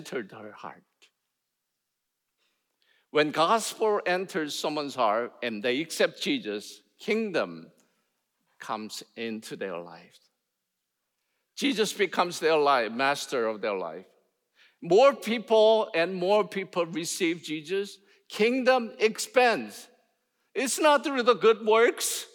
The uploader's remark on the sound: in #SWBTSChapel on October 26, 2023